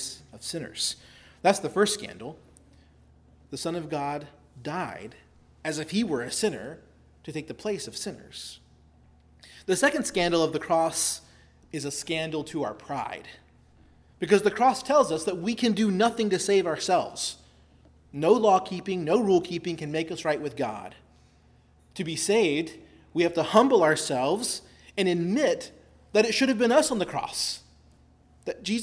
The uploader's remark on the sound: preached at Christ Our Savior Baptist Church on Sunday, August 27, 2023